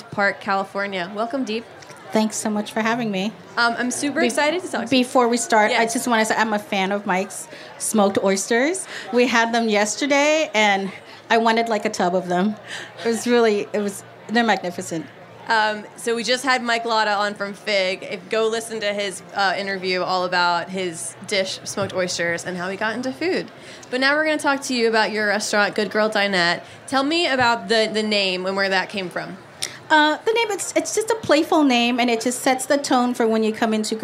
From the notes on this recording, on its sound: sits down with us at the Charleston Wine and Food Festival